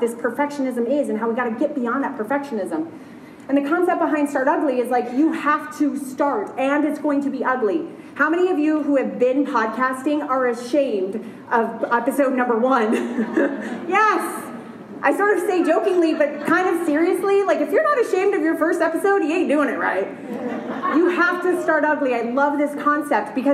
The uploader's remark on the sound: LIVE at She Podcasts Live. I was invited to be the Keynote Presenter at the very first ever She Podcasts Live Conference.